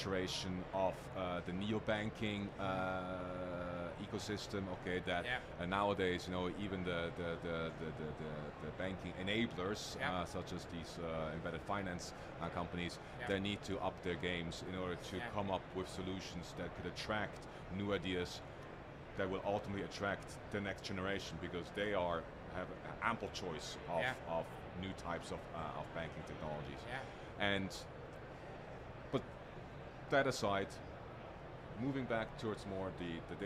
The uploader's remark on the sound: Recorded at Money 20/20 in October 2022.